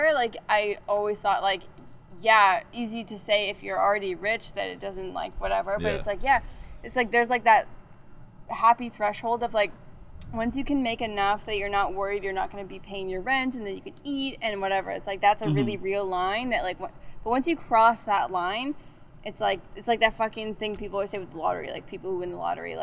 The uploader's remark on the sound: On the first outdoor episode of Cold Pod